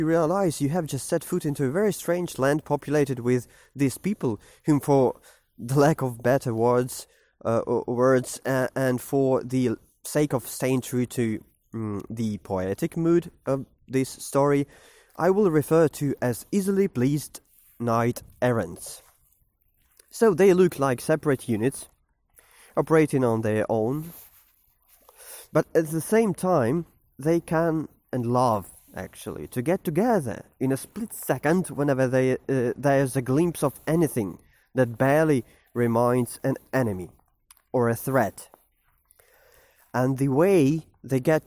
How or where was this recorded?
outdoors